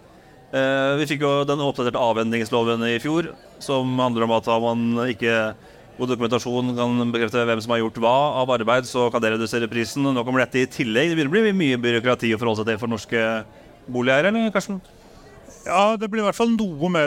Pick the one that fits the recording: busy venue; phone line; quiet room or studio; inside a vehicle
busy venue